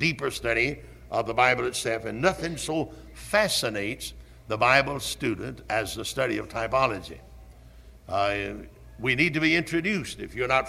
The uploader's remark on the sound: Originally preached at Tabernacle Baptist Church in Greenville, SC on February 3, 1974.